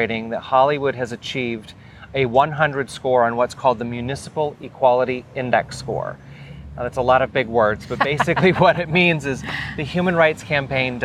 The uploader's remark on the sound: In a sit-down conversation at Anniversary Park in Downtown Hollywood for the upcoming My Hollywood Pride Festival.